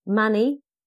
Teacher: Mani, rhymes with nanny, stress on the first syllable.